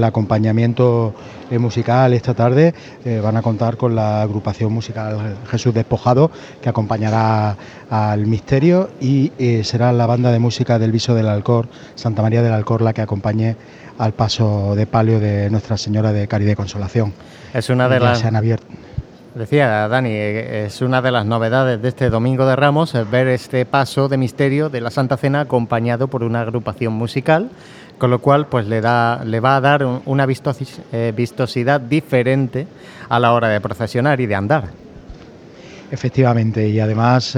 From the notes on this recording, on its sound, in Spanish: Retransmisión en directo del Domingo de Ramos en Jaén en el año 2023.